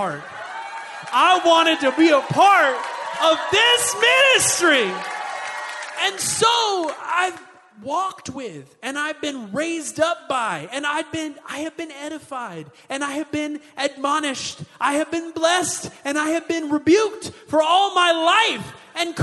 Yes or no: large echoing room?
yes